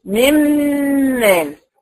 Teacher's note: ذهب ذات في الحرف وصفته، النون اختفت خالص، مش باينه، ملهاش اثر. ده بقى ادغام كامل هننطقها مشدده.